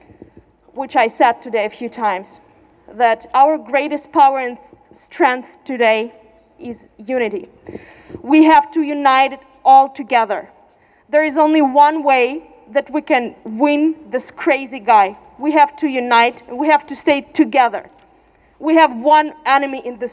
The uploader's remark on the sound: O-Ton. Kundgebungen gegen Putins Krieg gegen Menschen in der Ukraine in Wien 2022.